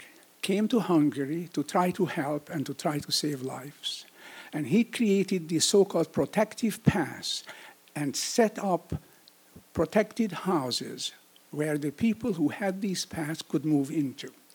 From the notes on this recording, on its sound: This event was recorded in front of a live audience on July 18, 2017 at Wellfleet Preservation Hall in Cape Cod, Massachusetts.